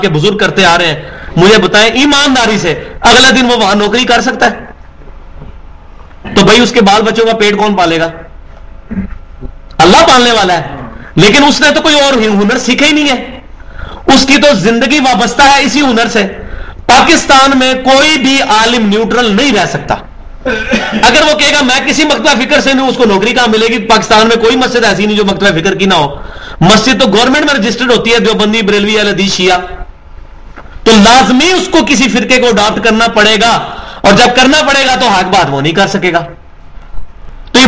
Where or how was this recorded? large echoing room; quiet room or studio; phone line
large echoing room